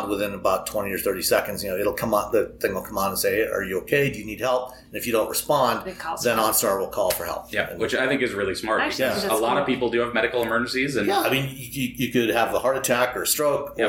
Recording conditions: echo